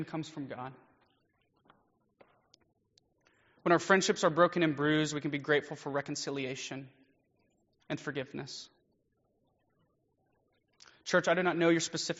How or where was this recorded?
large echoing room